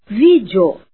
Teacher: O E é semivogal, pois é pronunciado como I.